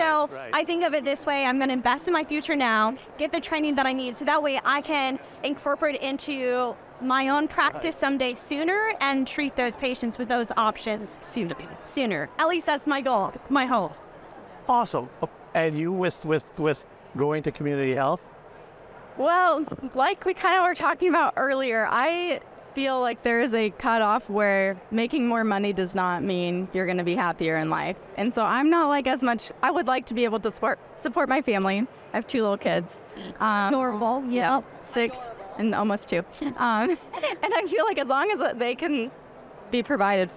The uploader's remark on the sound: live from the Hinman Dental Meeting